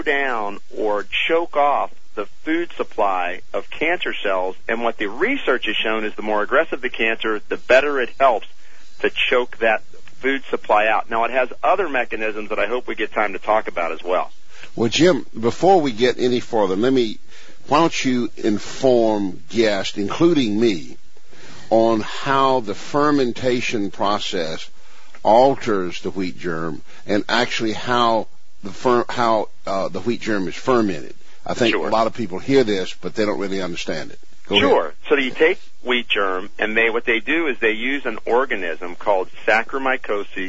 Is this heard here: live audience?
no